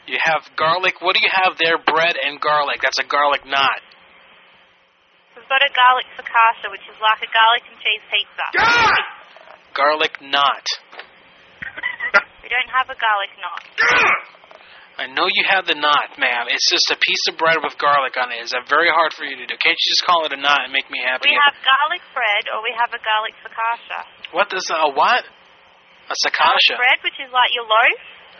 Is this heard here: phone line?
yes